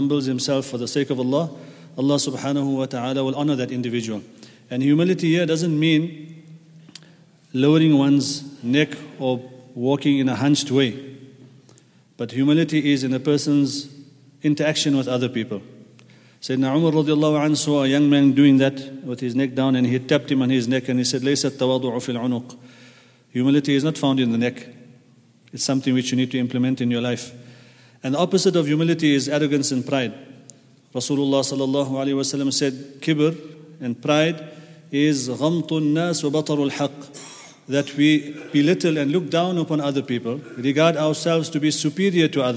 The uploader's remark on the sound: At the Houghton Masjid (West Street).